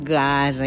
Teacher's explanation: la primera consonant de la paraula gasa és velar, gasa, i notam allò justament al final d'espaladar, al principi d'escoll.